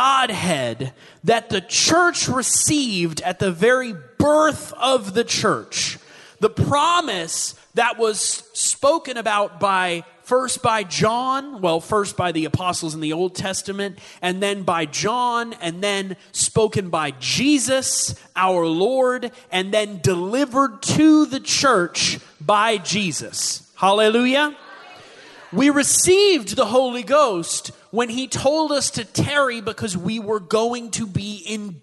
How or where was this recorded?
large echoing room